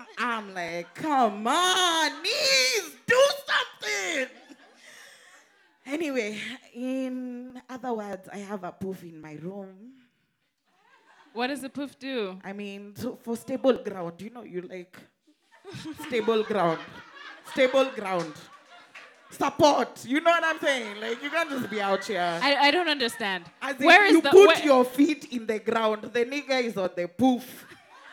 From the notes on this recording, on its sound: Today’s episode is off the last LIVE recording